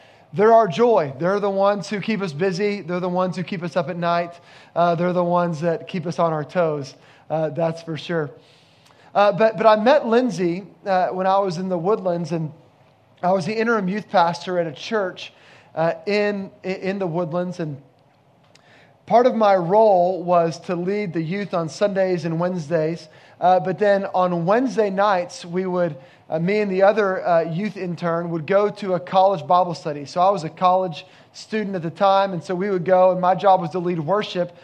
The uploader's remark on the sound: Location: Grace Bible Church Creekside